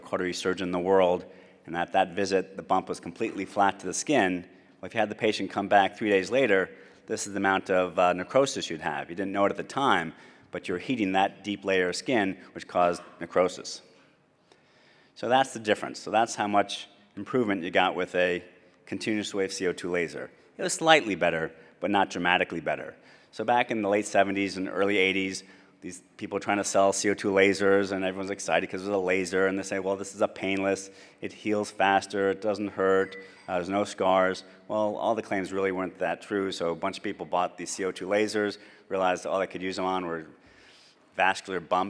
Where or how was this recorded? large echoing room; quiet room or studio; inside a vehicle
large echoing room